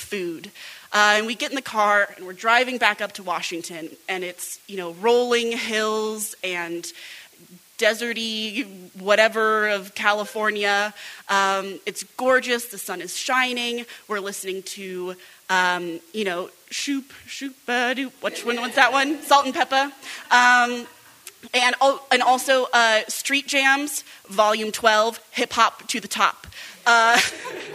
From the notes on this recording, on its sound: Taken from our June 2023 Live Story Share. Stories Recorded Live. At New Prospect Theatre. At Champion Street Sound Studios.